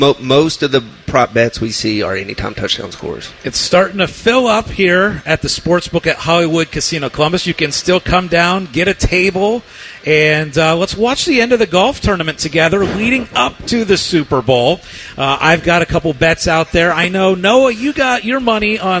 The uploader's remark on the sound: live from Hollywood Casino